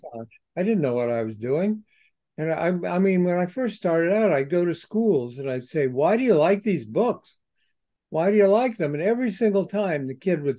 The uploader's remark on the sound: spoke with the award winning author by Zoom